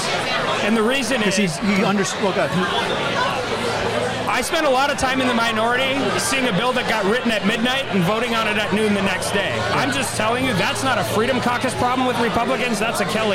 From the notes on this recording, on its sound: Live from The White House Correspondents’ Dinner. At the CBS News-POLITICO pre-reception. This originally aired live on SiriusXM.